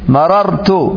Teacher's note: يمتنع إدغام الراعين لتحرك الأولى وسكون الثانية